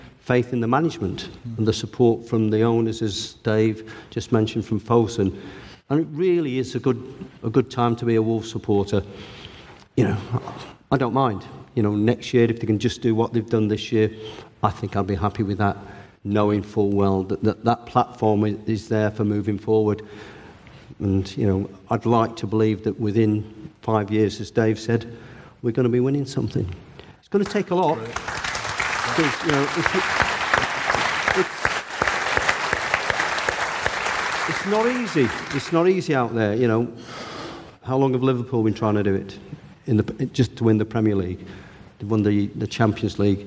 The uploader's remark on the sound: take to the stage at Wolverhampton Grand Theatre for the Old Gold Club live show